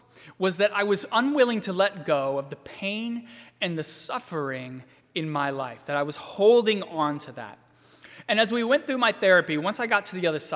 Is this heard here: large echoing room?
yes